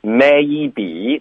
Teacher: maybe 大家要注意的是双元音，要张嘴，maybe 不要发成 me 。你这个牙齿之间一定要开头有缝 maybe it's be 跟 it 之间连读 maybe 最早这个很轻的 y 的音不用刻意的发这个 y OK be it 只是要张嘴进入